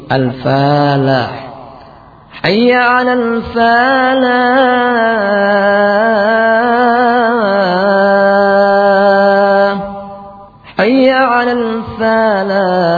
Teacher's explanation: memanjangkan fa sehingga menjadi al-falah